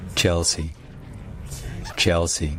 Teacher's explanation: Donc c'est un peu comme si on disait Chelsea, en faisant attention à ce que le CH soit dit bien CH et non pas CH, Chelsea. Sauf qu'il y a l'accent tonique sur la première syllabe. Et également que le L, c'est ce qu'on appelle un dark L en anglais.